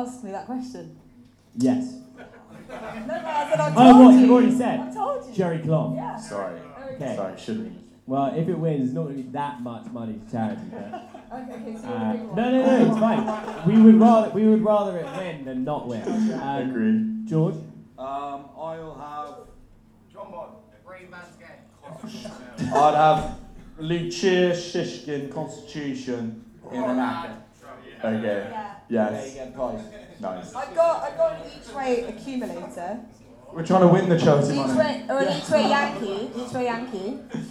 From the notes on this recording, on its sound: the recording from our much-anticipated Cheltenham Preview live event